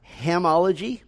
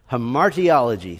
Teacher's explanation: put the emphasis on the second syllable · Shown in: second take